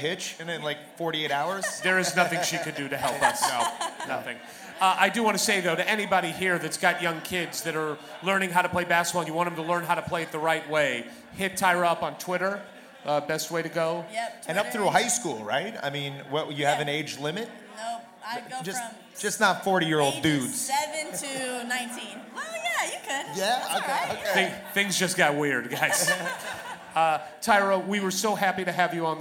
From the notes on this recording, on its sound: HOMECOMING (LIVE from THE BLUEBIRD).